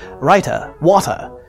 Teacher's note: Another thing that stands out is the emphasis on clipped, sharp T's. Now, in American English, we often pronounce the T in words like writer and water as D's, but transatlantic speakers will hit that T like it stole something.